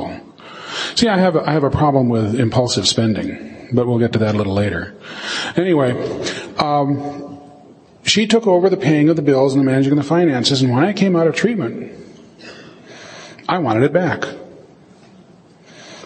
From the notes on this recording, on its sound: In this recording from an IDAA (International Doctors in AA) conference in 2004.